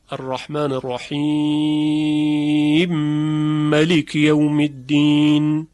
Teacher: که رحیم رو میمش رو ادغام میکنه در ملک و مالک رو هم ملک خونده · Term: ادغام کبیر